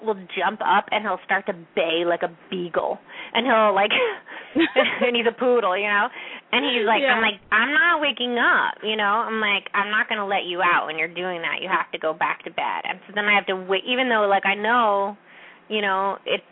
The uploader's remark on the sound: open up the lines for listeners to call